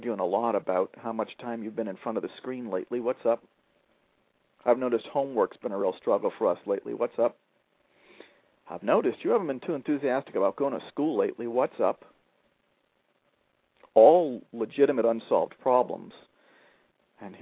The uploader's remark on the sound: A father who called.